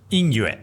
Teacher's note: yin yue, yin, first tone, yue, fourth tone